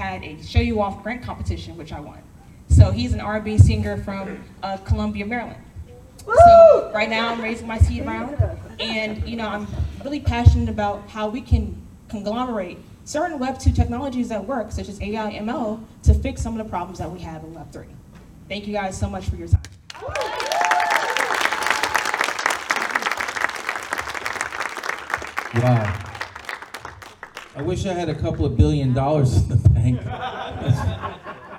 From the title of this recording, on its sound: Pitch Night at NFT Connect - Austin TX. - June 6, 2022 - Open Mic - Part 3